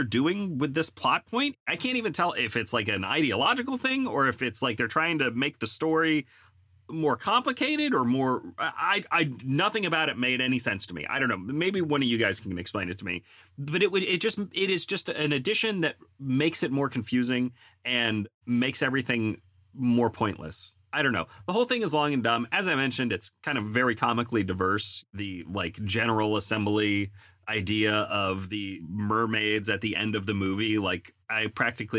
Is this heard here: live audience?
no